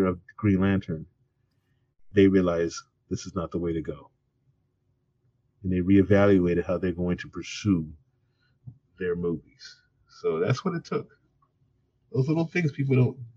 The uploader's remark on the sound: Are library programs that were recorded virtually over Zoom and then converted to an audio podcast.